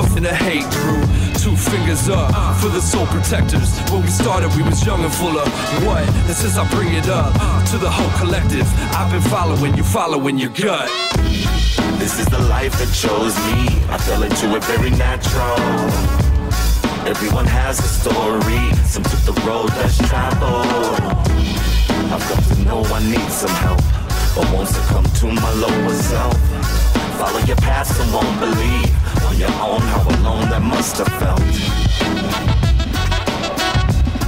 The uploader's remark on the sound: Live from Pop's